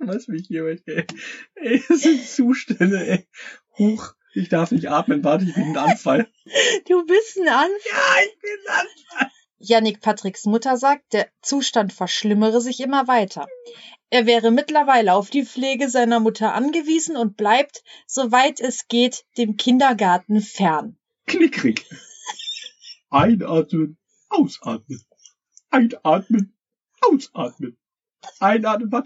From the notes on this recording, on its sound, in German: Die Audioqualität ist diesmal etwas schlechter. Wir haben schon mit dem Mikro geschimpft und es gelobt Besserung.